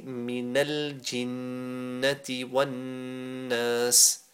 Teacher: So you have two ghunnas there, two noons with tashdeed. You have to make sure you stretch them for a second each time.